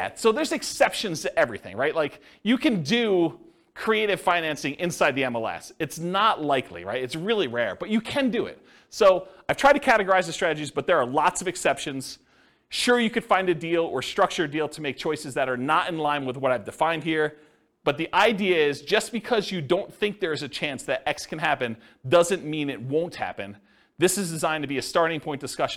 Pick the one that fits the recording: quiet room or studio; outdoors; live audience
live audience